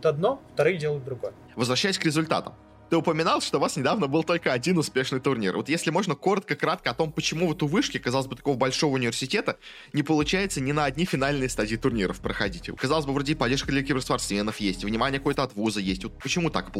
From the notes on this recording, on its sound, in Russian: Интервью было записано во время Киберфеста. Специального фестиваля Киберспорта внутри ВШЭ.